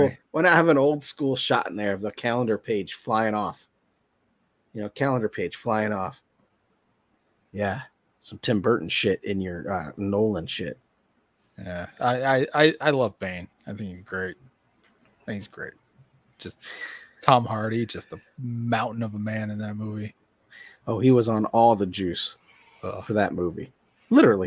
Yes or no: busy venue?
no